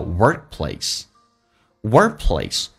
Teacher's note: who have already worked in theworkplace， workplace 在职场上， workplace 这个单词怎么发，首先重度卷是 work，同时那个 k 是不发音的，在美式发音两个那么辅音在一起，只用发前面一个，这个后面一个，前面一个要把它去掉。如果前面一个那么是一个在它的元音辅音前面是一个元音的话，比如说 work 的 r 是一个元音，那这个 k 发音不发音，但气流要阻塞一下，叫 workplace，workplace。那关键是这个 place a 也不要发的饱满